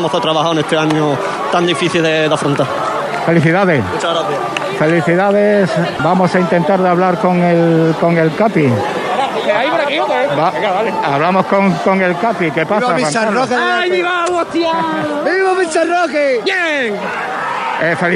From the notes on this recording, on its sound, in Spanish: Victoria y celebración del ascenso, nuestro microfono llevó la noticia en directo y sobre el terreno de juego.